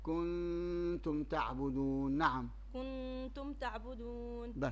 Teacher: ما كنتم تعبدون، ريت الحركة كنتم، ما تحركيش لسنونك ولا شيء، الغنة بتطلع من الخشم ونون الساكنة في التاء · Term: الإخفاء